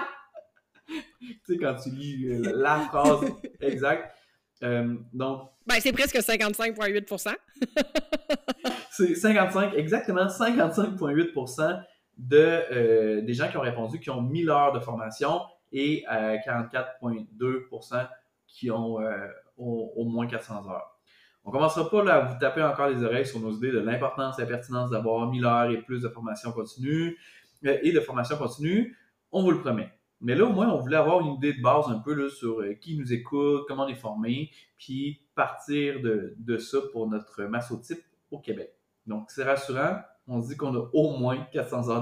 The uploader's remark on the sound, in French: On a encore des problèmes de sons. Pour se faire pardonner de la qualité audio.